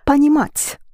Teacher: the first по is not accented, so понимать. · unstressed о is pronounced as а